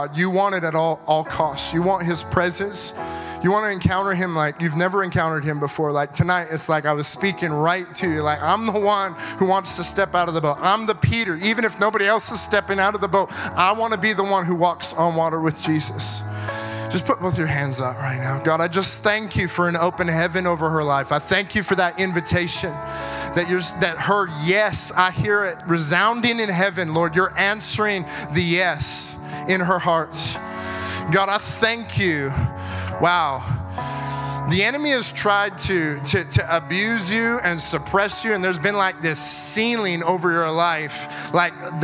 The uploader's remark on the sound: at our September 2022 Gathering (at the Church at South Edmonton)